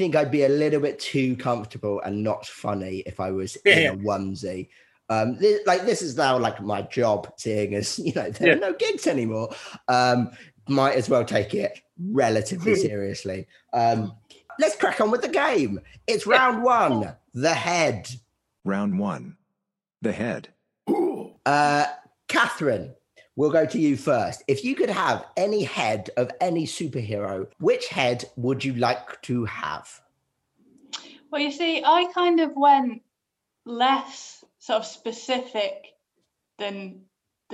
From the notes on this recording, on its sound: A zoom call in 3 separate bedrooms.